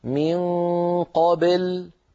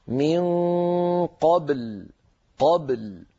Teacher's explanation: لابد أن تنطق الباء ساكنة مقلقلة · Shown in: second take